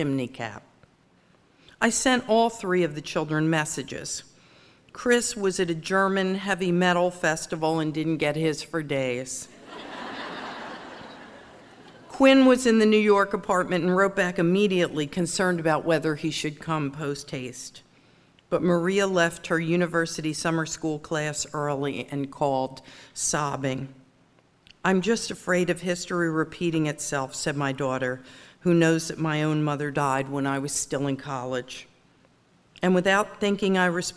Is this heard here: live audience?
yes